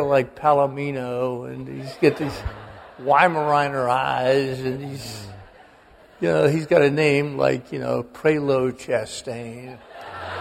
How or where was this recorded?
live audience